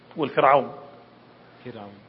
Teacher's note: تقرأ فرعون كأنك تميلها إلى التفخيم